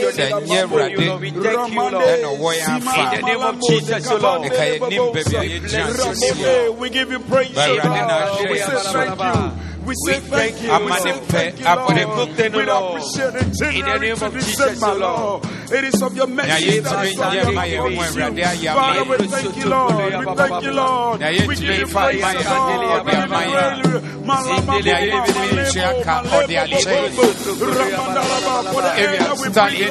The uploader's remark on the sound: Preached at the Zeloo Service